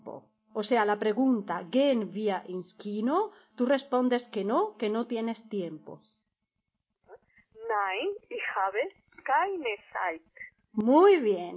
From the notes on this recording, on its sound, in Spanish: La conversación tiene lugar por teléfono. Una con mayor calidad (yo) y otra al otro lado de la línea.